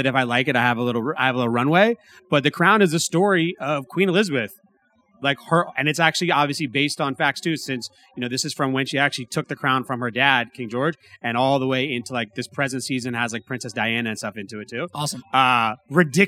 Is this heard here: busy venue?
yes